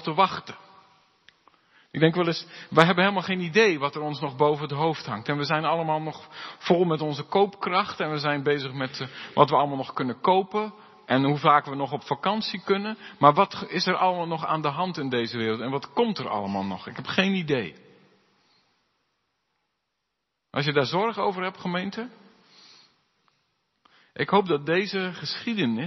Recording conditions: large echoing room